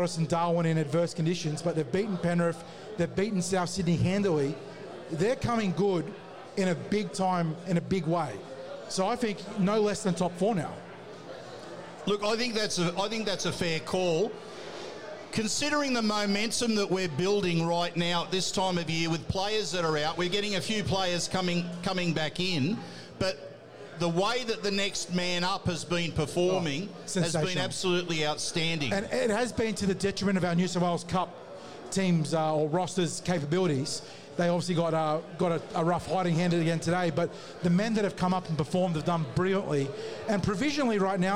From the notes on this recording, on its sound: The Tip Sheet is live from Jacks Bar & Grill